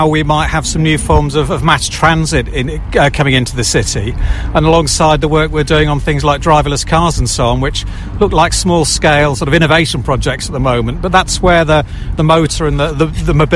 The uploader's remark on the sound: Live from Milton Keynes train Station